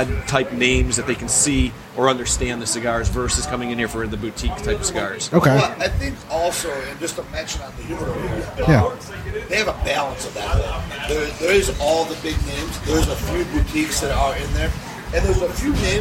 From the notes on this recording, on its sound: Man Cave Happy Hour – Live from Stray Cat Lounge